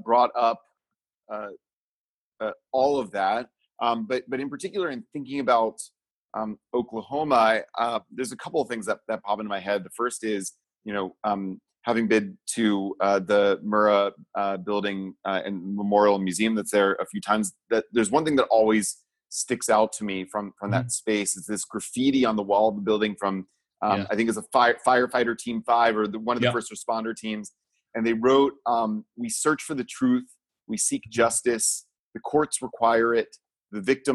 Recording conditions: video call